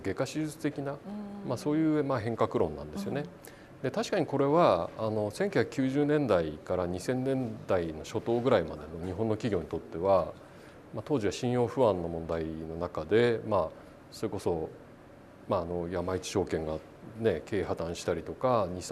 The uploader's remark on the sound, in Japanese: イベントでの公開収録となっているおり、通常回と音声環境が異なることをご了承いただけますと幸いです。